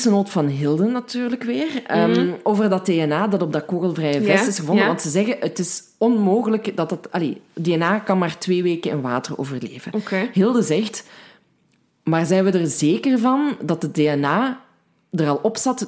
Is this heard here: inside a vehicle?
no